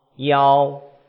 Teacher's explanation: 第三个折呢是窈窕折，那么它所包含的韵母呢是 ao 腰，它归韵呢是归在 o 上面